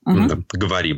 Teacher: в нем не редуцируются безударные слоги, да, по-русски, когда мы говорим, то у нас там слово «говорим», у нас безударные слоги, «говорим». Первый такой коротенький, почти проглоченный.